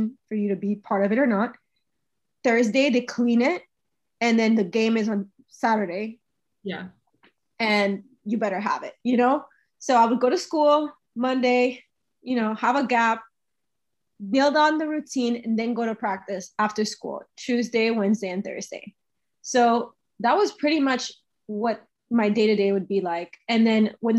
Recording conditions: video call